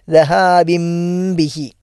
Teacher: നൂന് മാറ്റി മീമായി തന്നെ ഉച്ചരിക്കുക · Term: ഇഖ്ലാബ്